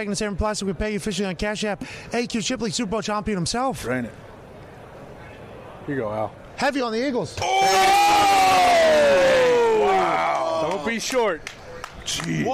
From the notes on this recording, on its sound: LIVE from radio row in BEAUTIFUL Phoenix Arizona, kicking off the Super Bowl week Friday!